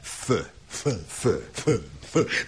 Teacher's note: Az F-et viszont úgy képezzük, hogy a felső fogsort az alsó ajakkal hozzuk érintkezésbe.